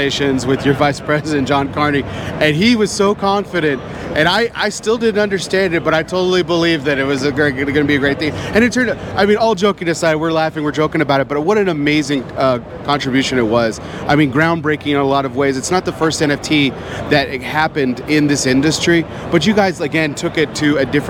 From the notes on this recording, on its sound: recorded at this year's PCA